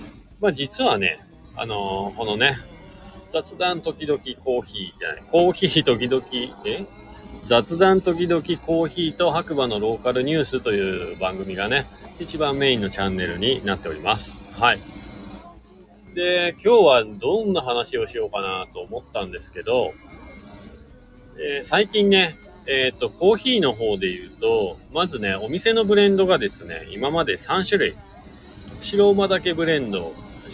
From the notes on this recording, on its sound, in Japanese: BMWMOTORRADDAYSJAPAN2023 #イベント会場から #移動販売車の中から。